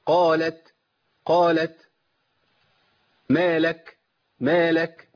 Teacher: امكن لمخرج التاء فالصوت ينقطع ويمشي النفس · Term: الهمس